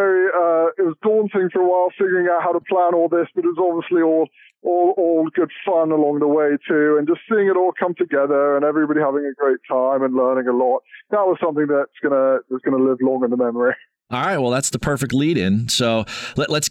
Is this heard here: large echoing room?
no